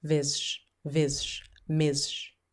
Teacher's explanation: the E is completely obliterated, isn't it? Completely obliterated.